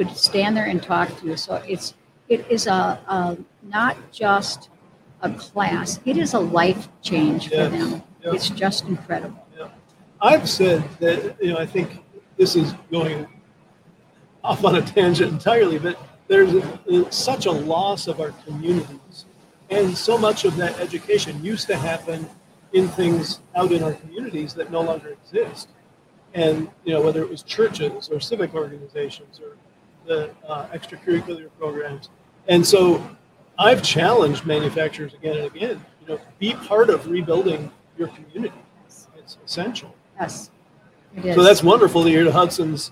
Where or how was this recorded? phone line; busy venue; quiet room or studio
busy venue